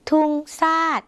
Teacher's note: ภาษาลาวไม่มีเสียงชอช้างเหมือนในภาษาไทยนะคะเพราะฉะนั้นเวลาเราได้ยินเสียงภาษาไทยเป็นชอช้างเราก็อาจจะเปลี่ยนเป็นซ่อสร้างในภาษาลาวค่ะ